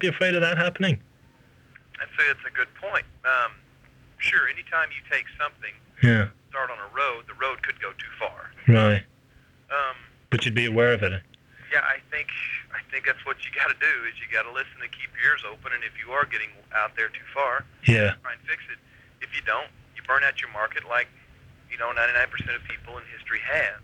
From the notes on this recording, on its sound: This is a phone interview we did for The Irish Times.